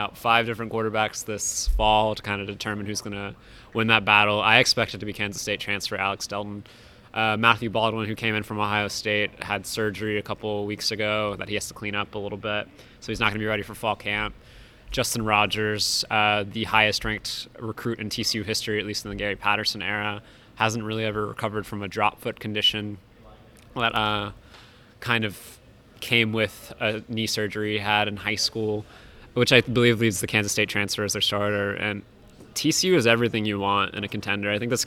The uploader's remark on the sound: On the first day of Big 12 Media Days. At AT&T Stadium.